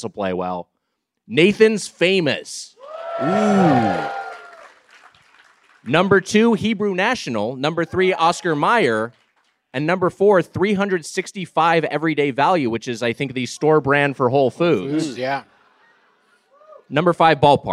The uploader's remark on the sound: Recorded live at the Palladium Times Square on June 9, 2023